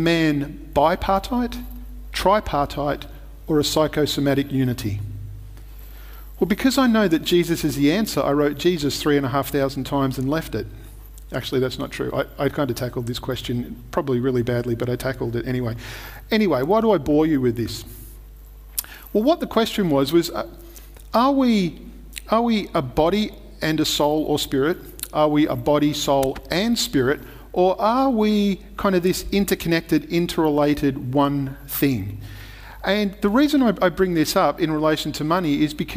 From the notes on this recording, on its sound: Recorded at Restore Church on August 8th, 2021